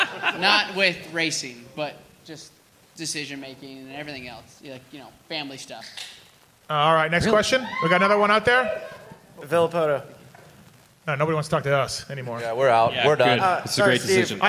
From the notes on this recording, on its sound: Pulpmx/Racer X LIVE Podcast Show from Segerstrom Center for the Arts in Costa Mesa. We did it again, the second ever Live Pulpmx/Racer X podcast show from Segerstrom Center for the Arts in the OC.